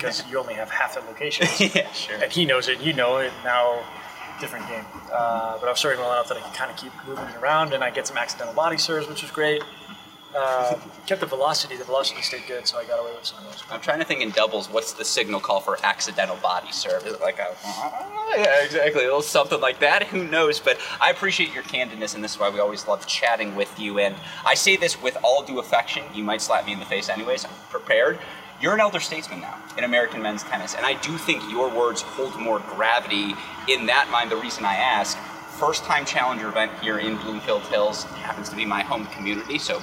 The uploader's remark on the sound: live from the Cranbrook Tennis Classic